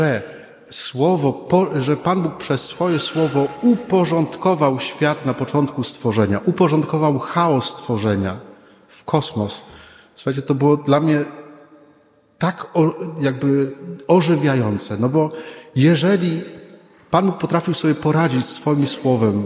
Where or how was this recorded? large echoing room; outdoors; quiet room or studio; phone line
large echoing room